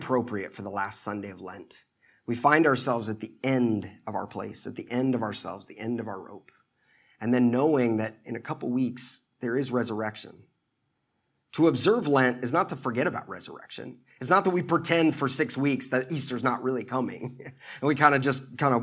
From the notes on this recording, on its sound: At the Washington National Cathedral in 2008.